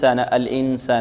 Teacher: ونقول الإنسان لا ننطق المخرج الهمزة لمخرج السين، يعني نتهيأ للسين مع غنة تخرج من الخيشوم · Term: إخفاء